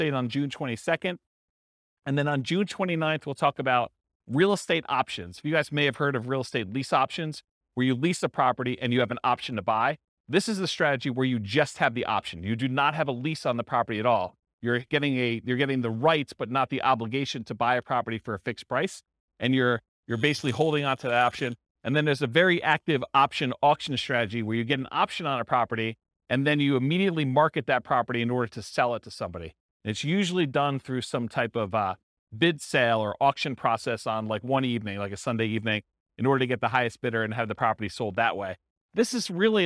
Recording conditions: live audience